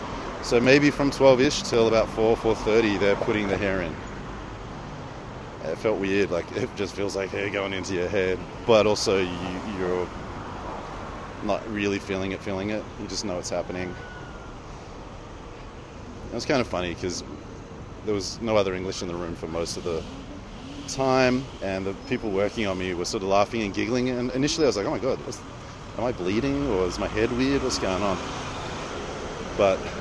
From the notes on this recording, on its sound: Istanbul, Walk and Talk.